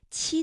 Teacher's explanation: 七的发音情况和鸡基本上是一样的，只是气流比较强，是送气音